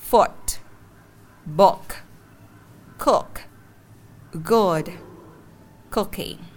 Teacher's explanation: xa cái mặt của mình ra nhưng mà chỉ hờ thôi cuốn lưỡi của mình sẽ cứng và cuốn lưỡi của mình sẽ nâng lên một chút xíu âm này sẽ ngắn và sắc · và cuốn lưỡi của mình sẽ nâng lên một chút xíu âm này sẽ ngắn và sắc âm này sẽ hơi lai lai giữa âm u và âm o ở trong tiếng việt